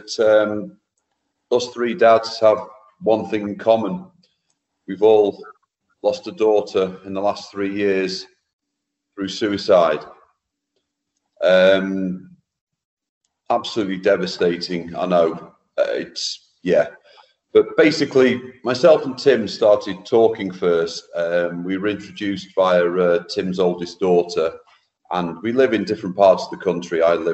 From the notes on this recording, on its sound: via Zoom